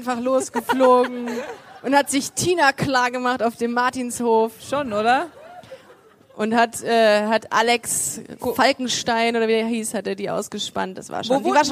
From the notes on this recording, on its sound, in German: Busenfreundin LIVE vom L Beach Festival 2019. Freut euch auf den ersten Busenfreundin LIVE Podcast auf dem L Beach Festival am Weißenhäuser Strand.